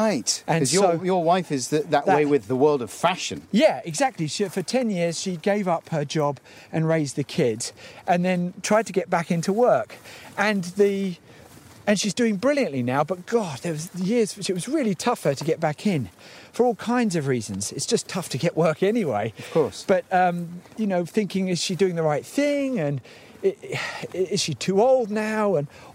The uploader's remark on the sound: PUB WALK. Walks to the pub and back with old friend.